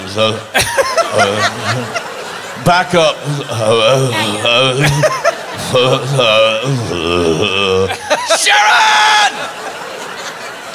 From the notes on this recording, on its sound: Live at the SouthPoint Casino